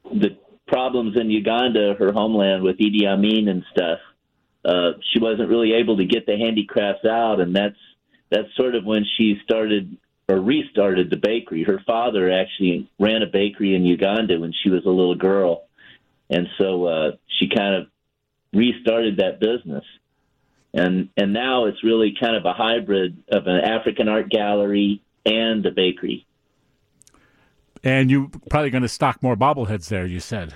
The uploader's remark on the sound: joins the conversation over the phone